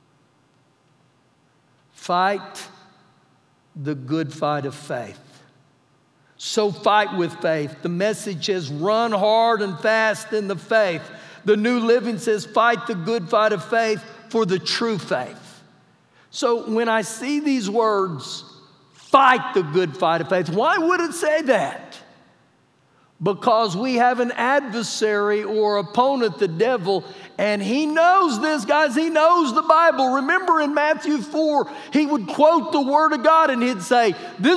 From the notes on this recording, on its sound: Recorded live during our Wednesday night service.